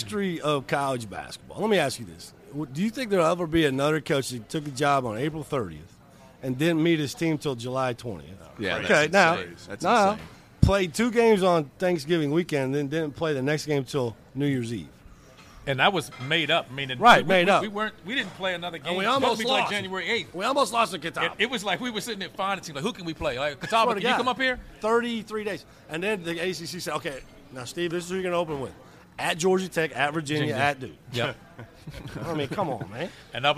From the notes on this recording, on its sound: FIELD OF 68 LIVE! From Gordon Biersch!